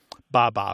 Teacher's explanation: B sound coming off the lip followed by a vowel